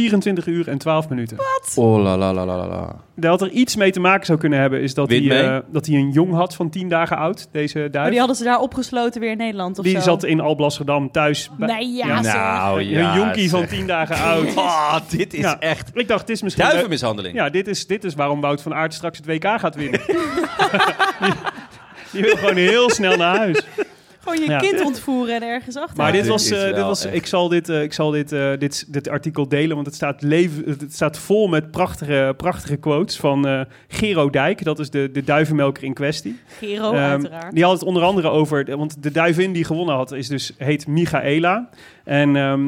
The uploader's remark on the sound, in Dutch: Live vanuit bakkerij Kometenbrood in Amsterdam Noord